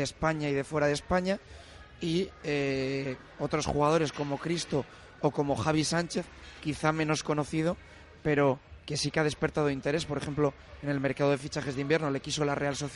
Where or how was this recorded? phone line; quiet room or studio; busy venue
busy venue